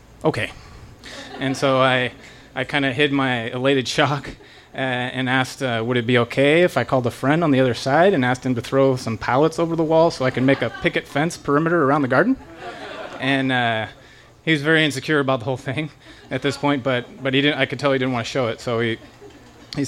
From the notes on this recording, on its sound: This story was recorded live on 8 August 2017 at Tiger!